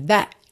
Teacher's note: That ficou até meio cortadinho mesmo. That, ok? Nem chegou a ter o T.